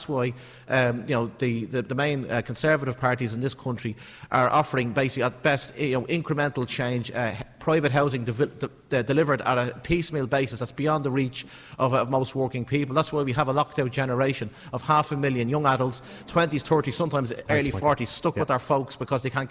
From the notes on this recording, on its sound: The candidates had to answer questions from our live audience